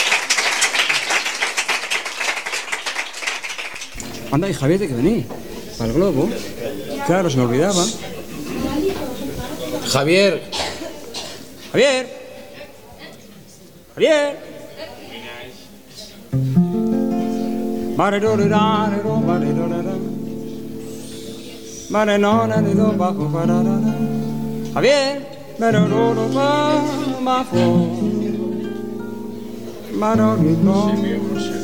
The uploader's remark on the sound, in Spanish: Grabado en directo. Por aquel entonces los tres cantautores actuaban juntos en el sótano del bar madrileño del mismo nombre, situado en la Cava Baja del barrio de La Latina en Madrid.